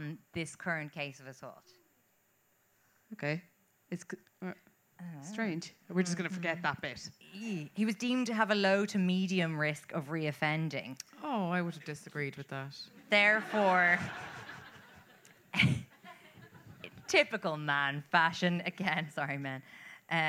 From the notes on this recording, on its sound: LIVE FROM CORK. This week's episode is a recording live from Kino (a great little venue).